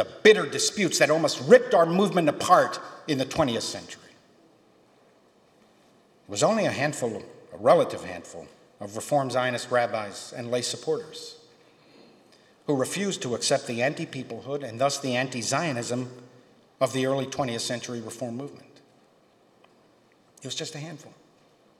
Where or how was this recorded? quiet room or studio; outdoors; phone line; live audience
live audience